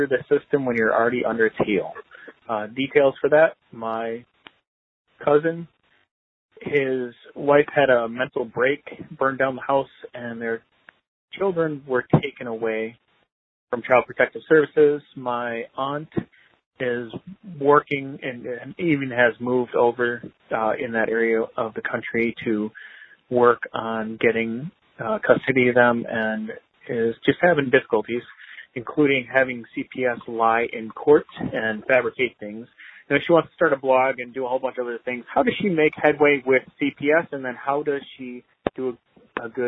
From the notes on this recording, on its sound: Today on The Survival Podcast I take your phone calls